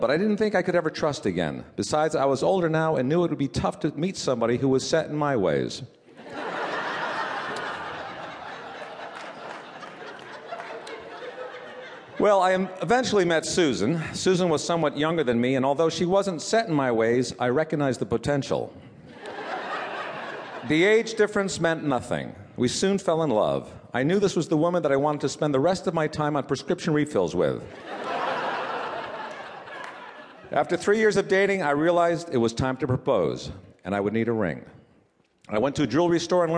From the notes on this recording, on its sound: This piece was recorded at Un-Cabaret's series "Say the Word", featuring great comedy writers reading their own original first-person nonfiction at the Skirball Cultural Center in Los Angeles.